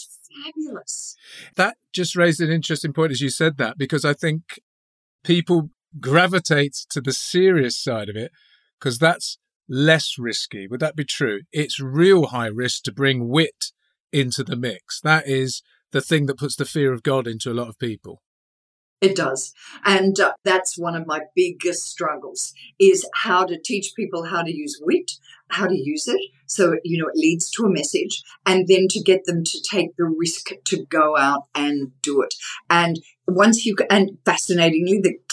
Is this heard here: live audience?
no